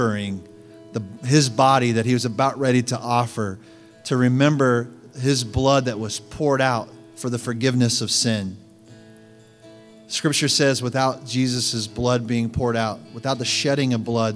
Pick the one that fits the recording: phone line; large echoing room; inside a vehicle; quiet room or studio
large echoing room